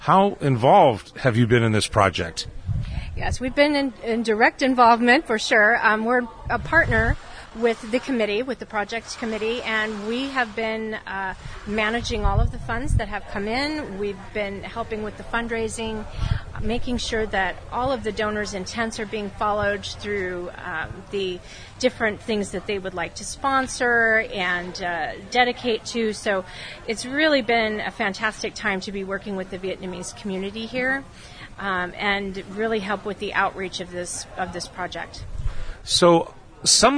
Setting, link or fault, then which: setting, outdoors